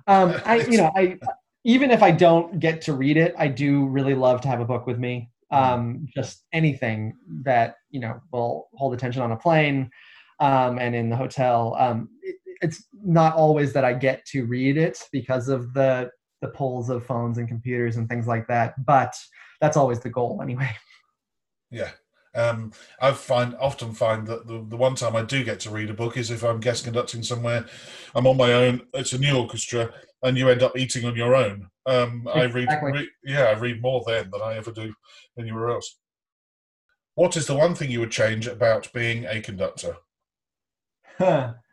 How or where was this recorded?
video call